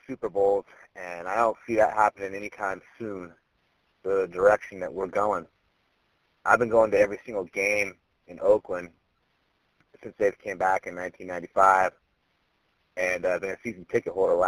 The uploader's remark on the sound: Call In To The Boneline